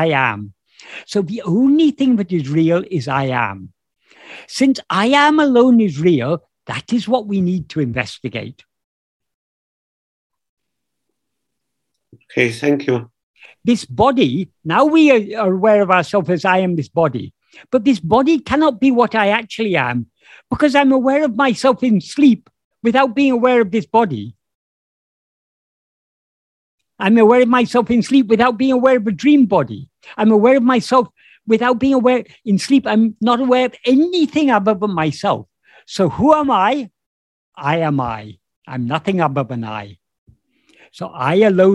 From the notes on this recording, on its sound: In a Zoom meeting of the ‘Ramana Maharshi Foundation UK’ on 9th April 2022